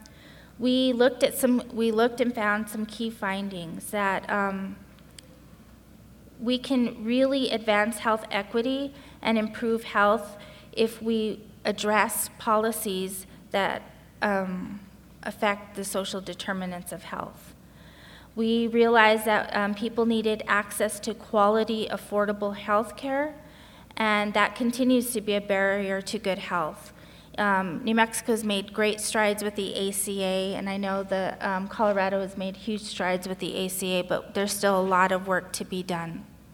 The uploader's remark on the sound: More than 100 people attended the presentation at the History Colorado Center in Denver, and the event was also live-streamed to hundreds more at remote viewing parties statewide.